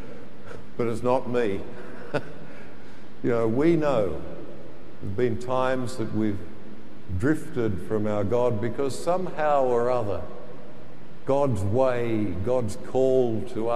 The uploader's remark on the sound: The homily from Sacred Heart Cathedral, Hamilton